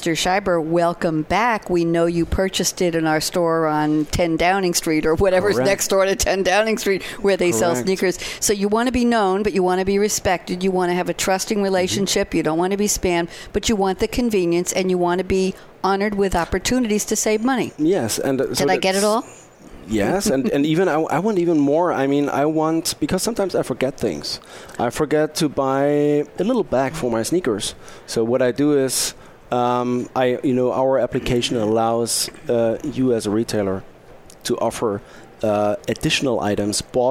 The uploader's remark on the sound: Live from Sap Sapphire Now 2017.